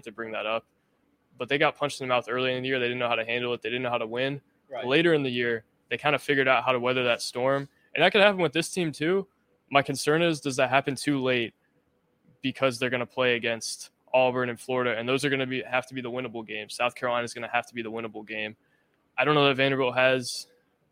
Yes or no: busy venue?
yes